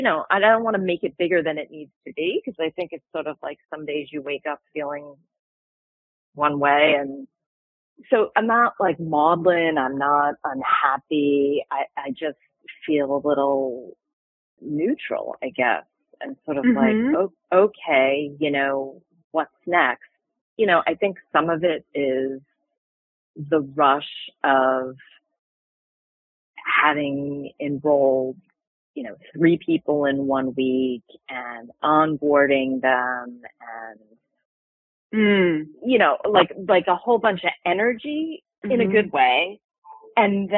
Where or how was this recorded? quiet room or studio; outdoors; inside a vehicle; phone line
phone line